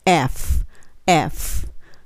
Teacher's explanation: 上の歯を下の唇にタッチさせて息が漏れる、ふ、ふという音で終わる F、F という音になります。F、F。はい。そして次は G